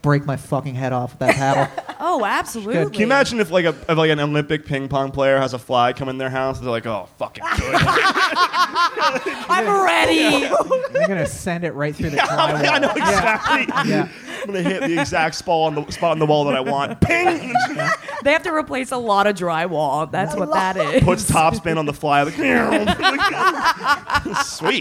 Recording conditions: live audience